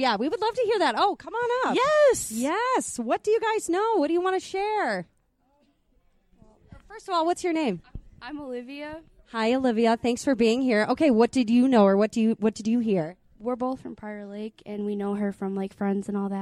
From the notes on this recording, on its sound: live from the Chart House in Lakeville